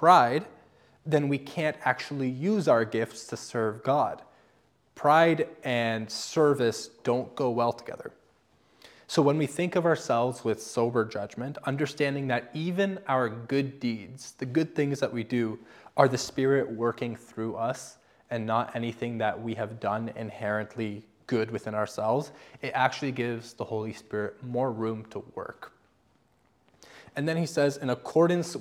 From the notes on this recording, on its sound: I am reposting a sermon I recently preached at my church this past Sunday about Spiritual gifts.